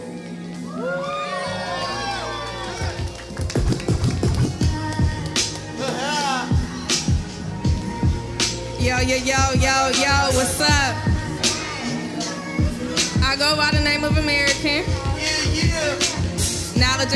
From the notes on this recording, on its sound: This performance was captured from the Chreece music festival hosted at the White Rabbit Cabaret from 2019.